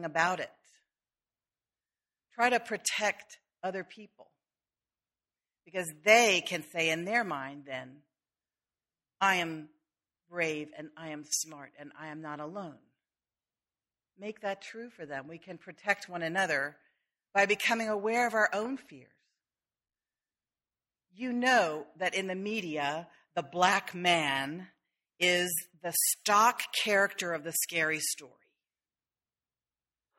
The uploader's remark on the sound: sermon delivered on August 4, 2013